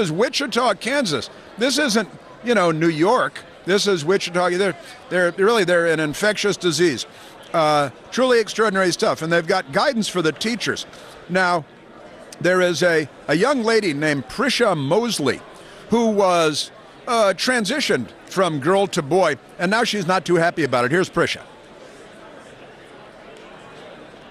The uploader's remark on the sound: broadcasting live from CPAC